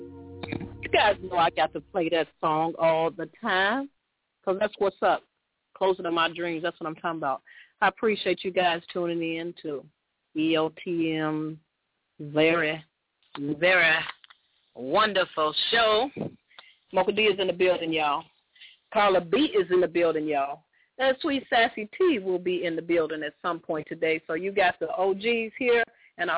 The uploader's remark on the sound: opens up the phone lines